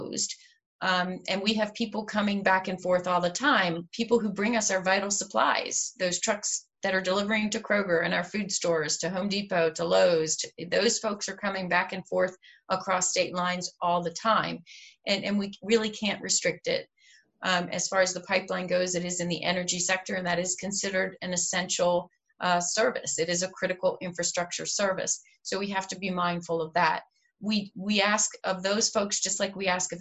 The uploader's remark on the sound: COVID-19 Virtual Town Hall meeting - Healthcare.